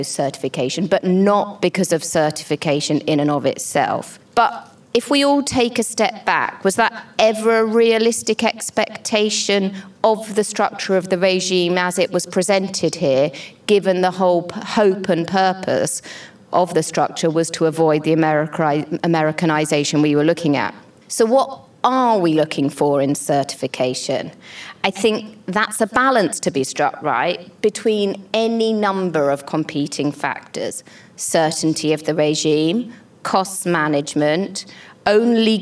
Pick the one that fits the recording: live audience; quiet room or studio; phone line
live audience